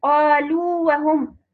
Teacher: قالوا وهم لا يدغم حرف المد في الواو، لأنه قالوا هو حرف مد بالواو وبعده واو، فإنه لا يدغم، فإنه مد تمكين.